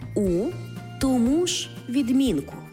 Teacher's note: займенники і так зберігають свій наголос на другому, тобто останньому складі, якщо їх вживають без прийменника.